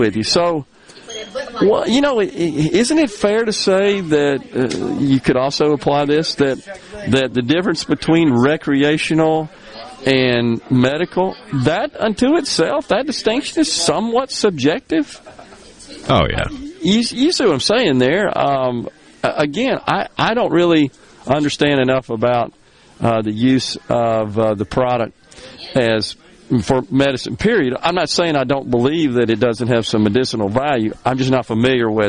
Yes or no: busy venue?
yes